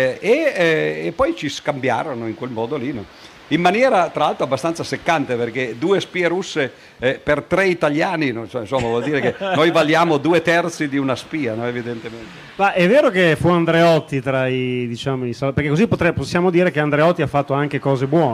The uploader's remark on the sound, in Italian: Intervento svoltosi al " Festival della Comunicazione ". Camogli, Terrazza della Comunicazione.